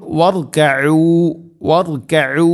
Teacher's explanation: റ എന്ന ശബ്ദം കൂടുതൽ ഉണ്ടാവരുത്, പിടപ്പിക്കുക എന്ന് പറയും. · Term: തക്രീർ